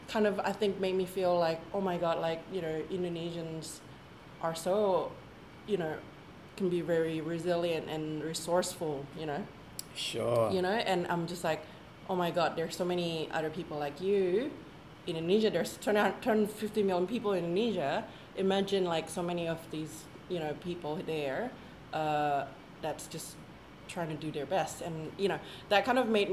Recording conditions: background noise